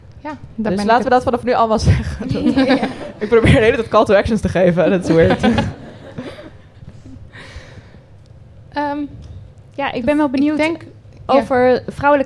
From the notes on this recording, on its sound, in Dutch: Live vanuit de Melkweg. In deze bonus aflevering nemen we je mee naar de Melkweg in Amsterdam, waar we op internationale vrouwendag live een aflevering opnamen.